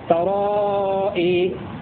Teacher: ويميل الكسائي عند الألف التي بعد الهمزة وقفا فقط